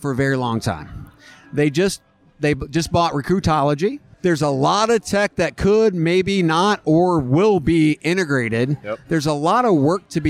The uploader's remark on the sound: Beer and Podcasting in Las Vegas. Live episode from a Vegas dive bar.